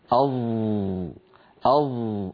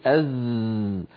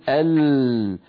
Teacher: الوتران الصوتيان فيها منضمان ويهتزان · Term: مجهورة